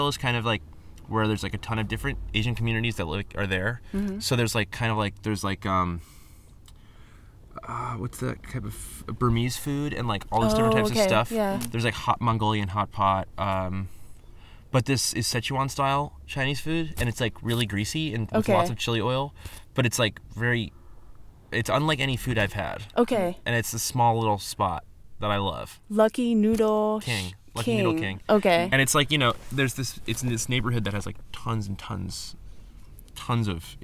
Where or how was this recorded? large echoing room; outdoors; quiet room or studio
outdoors